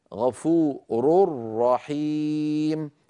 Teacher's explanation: بعد الراء المضمومة من كلمة غفور نشدد الراء التي في رحيم، لأن الراء المشددة أصلها تنوين أدغم في الراء من رحيم